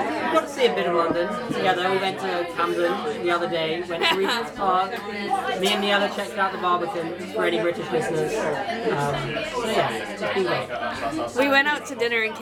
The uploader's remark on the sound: records the podcast at The Grapes, Limehouse, one of the oldest pubs in London